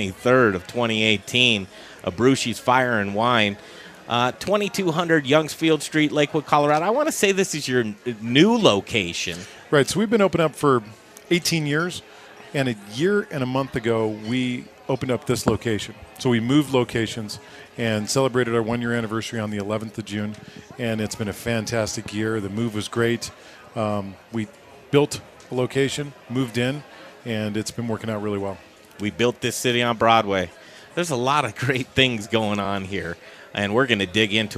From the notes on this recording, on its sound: The Modern Eater Show was live from Abrusci's Fire and Vine Saturday night!